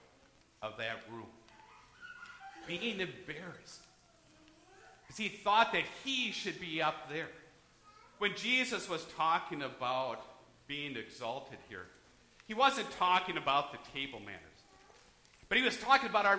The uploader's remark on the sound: Church service recorded at Living Water Lutheran Church, Oshkosh, WI.